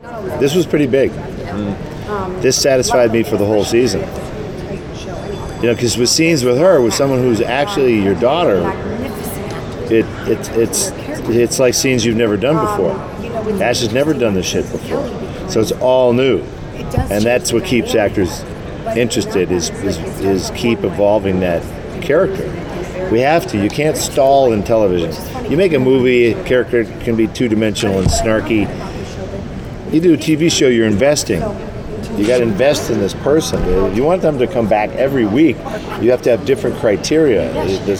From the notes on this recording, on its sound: Taped before the start of season three of Ash Vs The Evil Dead. Sat down at New York Comic Con.